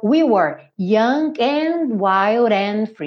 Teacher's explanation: E aqui ele fez and young and and, ou seja, pronunciou mesmo o G, usou o G como ligação entre o young e o and